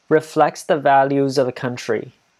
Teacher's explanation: values of the country 会变成一个弱音 · Term: weak form